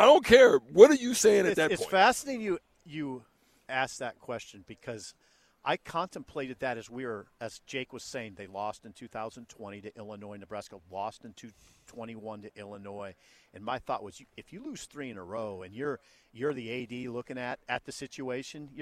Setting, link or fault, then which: setting, busy venue